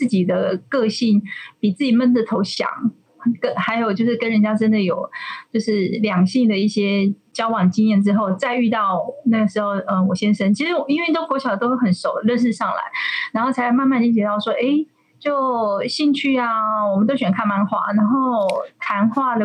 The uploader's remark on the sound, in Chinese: 遠距錄音的關係音質有些影響